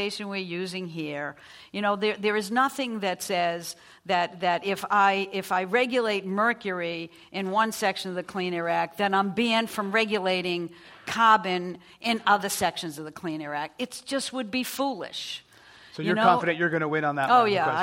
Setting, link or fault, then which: setting, live audience